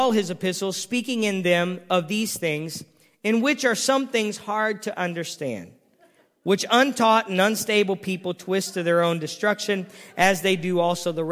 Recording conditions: large echoing room